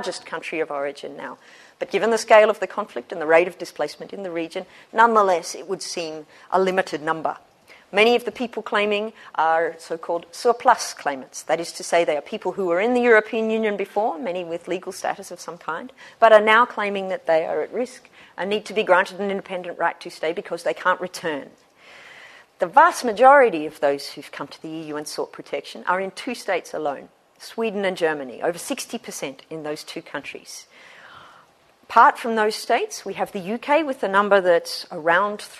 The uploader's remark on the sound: Special lecture, Michaelmas term 2013. Recorded on 24 October 2013 at the Oxford Department of International Development, University of Oxford.